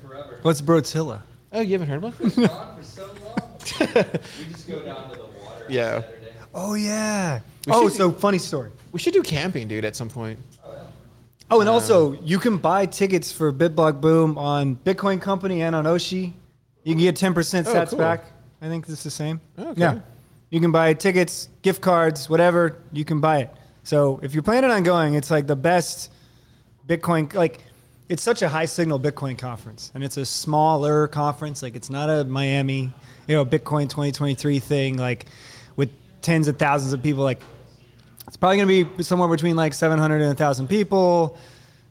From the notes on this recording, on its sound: Pleb Broadcasting Service was broadcasted from Austin, Texas. In front of a live Pleb audience.